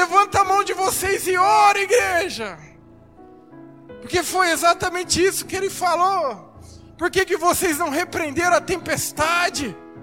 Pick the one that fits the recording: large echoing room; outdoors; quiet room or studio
large echoing room